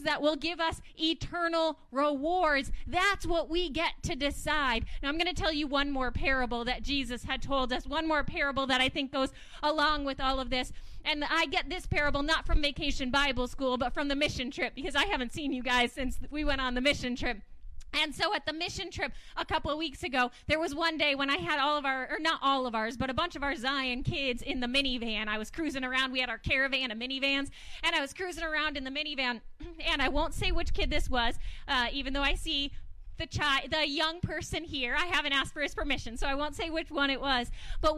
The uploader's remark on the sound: Audio from part of the outdoor service on July 31st. Zion United Church of Christ.